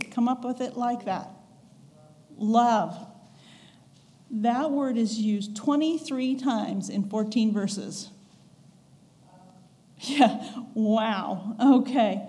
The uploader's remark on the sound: recorded on August 20, 2022, at the Ringgold Seventh-day Adventist Church